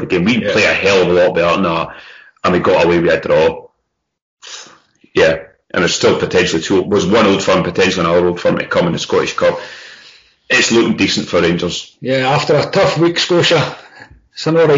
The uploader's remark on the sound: Sorry about the recording quality